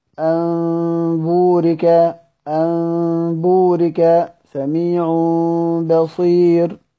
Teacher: قال وقلبهما، الضمير يعود على النون والتنوين، ميما ميم خالصة لدى الباء، أي إذا تقابل النون والتنوين مع الباء سواء كان في كلمة أو كلمتين يقلب الحرفين النون والتنوين ميما · Term: القلب